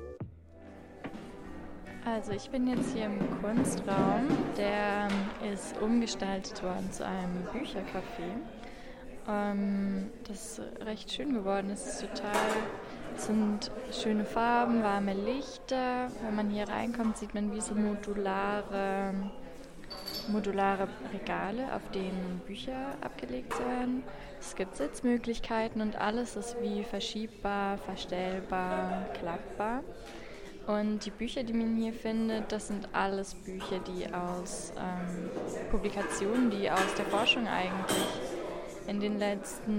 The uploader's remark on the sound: Komm mit zum Tag der Forschung der ZHdK! Aufnahme aus dem Rundgang im Institute for Computer Music and Sound Technology (ICST) an der ZHdK.